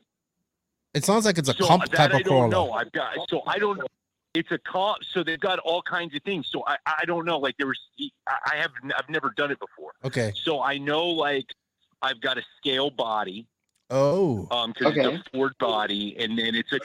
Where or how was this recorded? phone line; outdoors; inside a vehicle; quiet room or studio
phone line